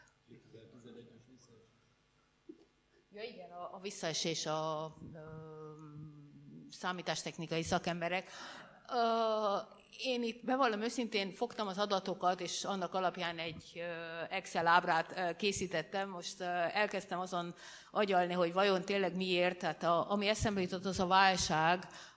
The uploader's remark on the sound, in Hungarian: Rendezvényének felvétele. Az Eötvös Csoport 2019.